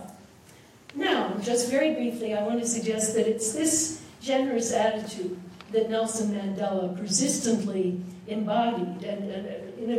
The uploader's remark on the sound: This lecture was presented on January 8, 2015, at the University of Chicago Law School as part of the Brennan Center Jorde Symposium.